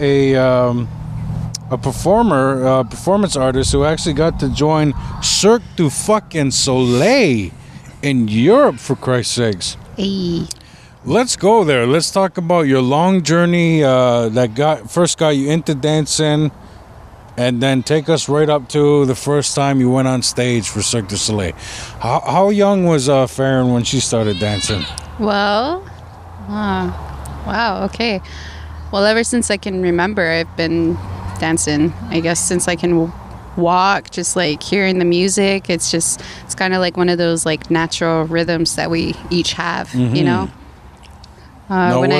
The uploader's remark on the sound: A very special outdoor edition. The sun is out in the north country.